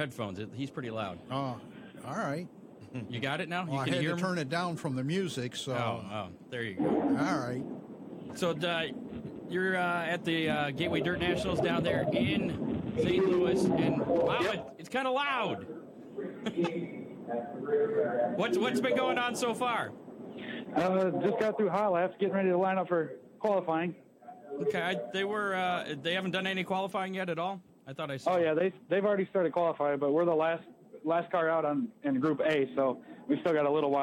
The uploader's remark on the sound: Live Check In From Gateway Dirt Nationals